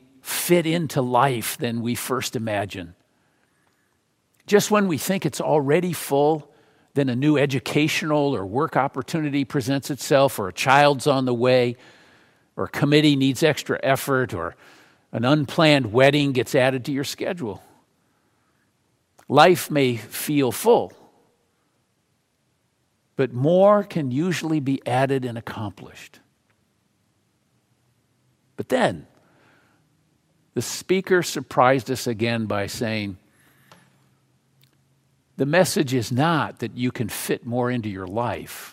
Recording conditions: large echoing room